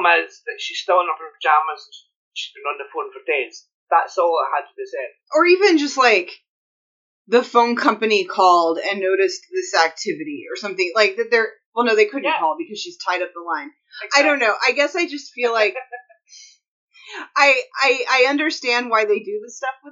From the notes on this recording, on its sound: The audio on this one isn't great